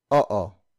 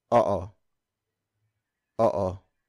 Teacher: Notice that in Tagalog words with double vowels like oo, we pronounce the vowel separately.